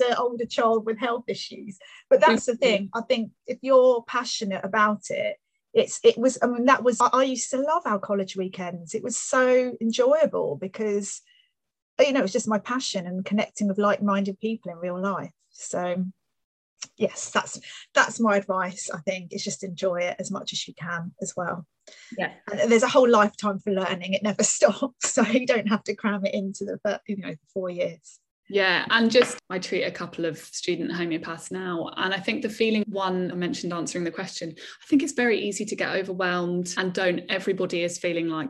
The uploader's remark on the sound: Live by Zoom